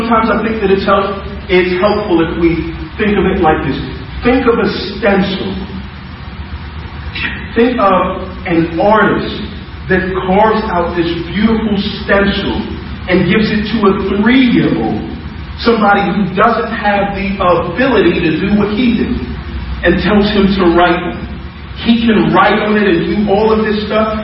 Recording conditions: poor sound quality